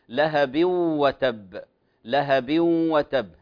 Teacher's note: التنوين وبعده الواو يدغم بغنة · Term: إدغام ناقص